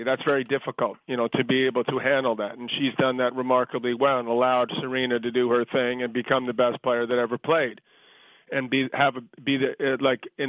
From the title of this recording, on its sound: U.S. Open Conference Call